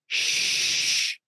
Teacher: So shh, the SH sounds, shushing someone, right? That sound is fricative because you are forcing the air into a smaller space